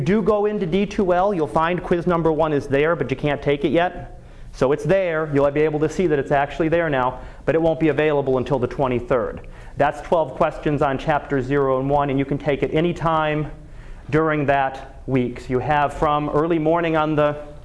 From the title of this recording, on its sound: Live Class Lecture